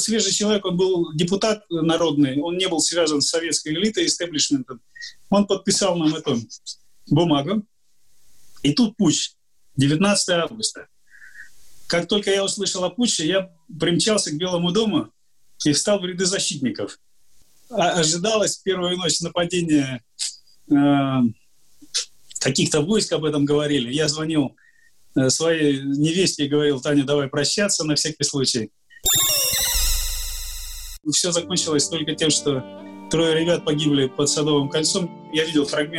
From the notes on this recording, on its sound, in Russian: Данный подкаст записан с помощью Zoom.